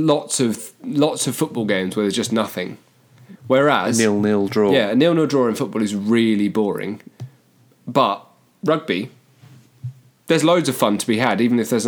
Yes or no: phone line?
no